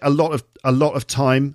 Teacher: Do I do glottal stops fully, or do I just drop the T's off the ends of my words sometimes? I think it's that I sometimes drop the T's off